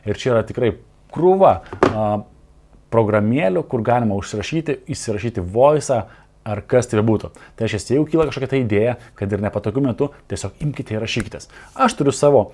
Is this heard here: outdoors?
no